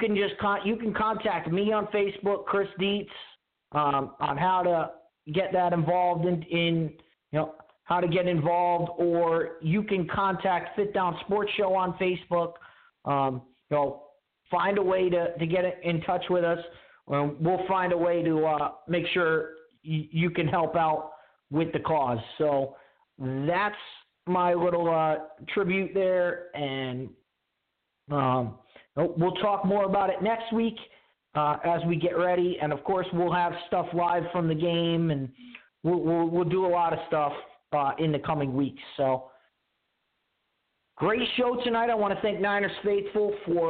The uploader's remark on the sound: Your phone calls.